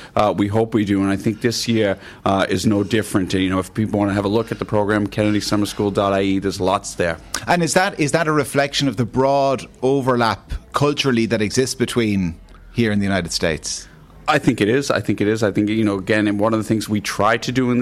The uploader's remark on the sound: The Hard Shoulder was LIVE from the Dunbrody Visitor Centre in New Ross for the Kennedy Summer School.